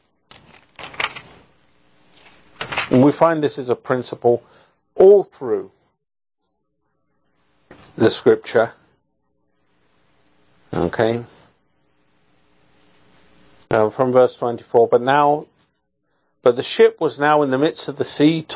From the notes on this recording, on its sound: Sermon preached on 11/17/2021 in Grace Ministries at Hopkins.